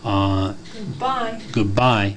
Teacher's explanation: Accent definitely on the second syllable, rise of intonation